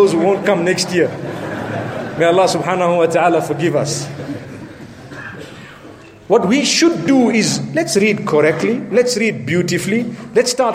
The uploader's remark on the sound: Jumu’ah Lecture prior to Ramadan 1437H from Bosmont Masjid in Johannesburg, South Africa.